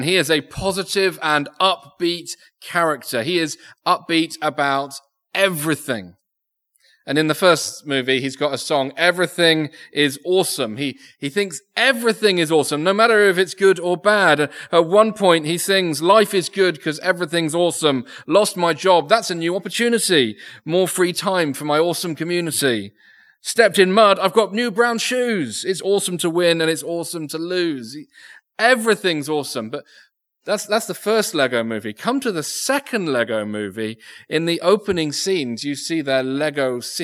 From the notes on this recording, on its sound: Recorded Live Sermon from Binscombe Church (BWS).